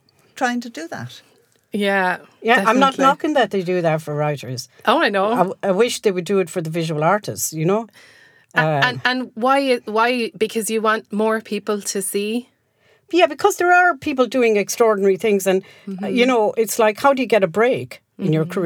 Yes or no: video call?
no